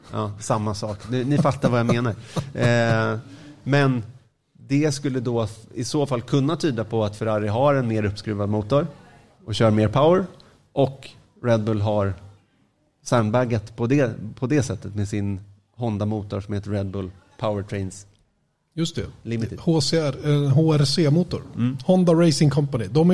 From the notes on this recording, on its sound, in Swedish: Veckans avsnitt spelades in live inför publik på Bodegan i Lindvallen. Därav är ljudbilden en aning annorlunda.